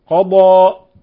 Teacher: لاحظوا تفخيم الضاد، قضى وإخراجها من الحافة